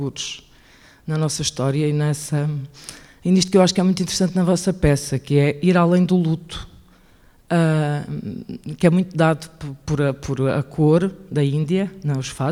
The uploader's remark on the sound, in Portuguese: Conversa do público com a equipa artística do espetáculo Sem Flores Nem Coroas.